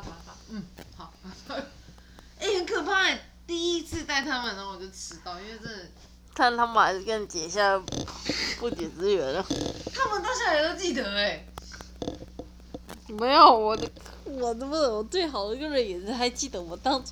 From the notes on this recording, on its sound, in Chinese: 本集內容抱歉會有一些些小雜音